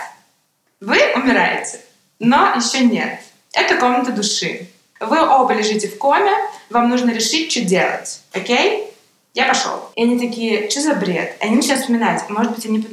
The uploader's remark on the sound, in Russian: несмотря на небольшие неполадки со звуком